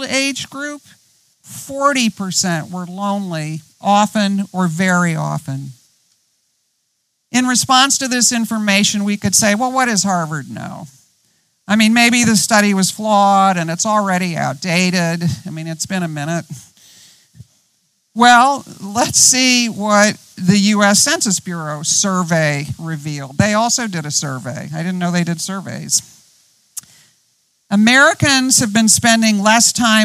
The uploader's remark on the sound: Outdoors this season, outside the Retreat House. On the beautiful and scenic campus of Gordon Conwell Theological Seminary 130 Essex St, South Hamilton, MA 01982.